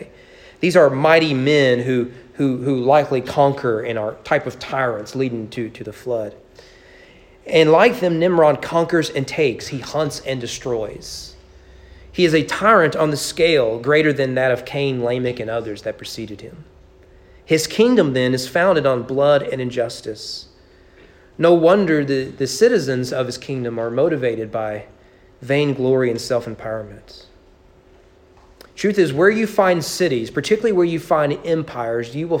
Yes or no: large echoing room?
yes